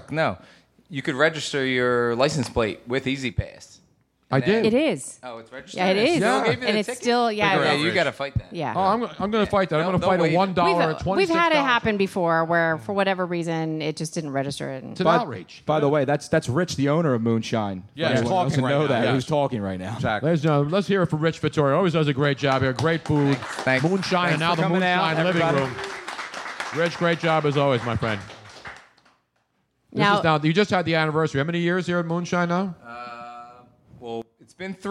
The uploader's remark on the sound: Live from MOONSHINE